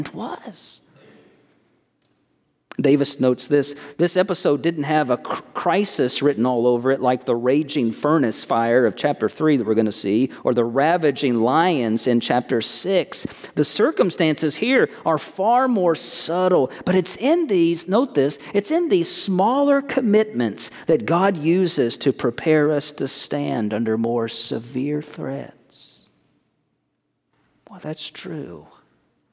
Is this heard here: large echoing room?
yes